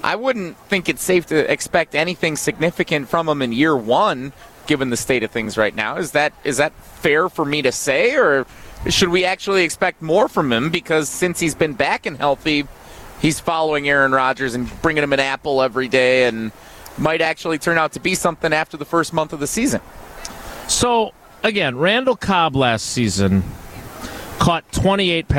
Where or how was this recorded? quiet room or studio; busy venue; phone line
busy venue